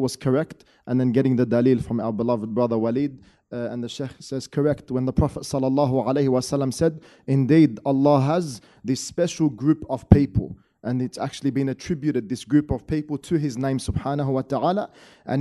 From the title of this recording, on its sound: Special Event From Masjid Al-Azhar, Belmore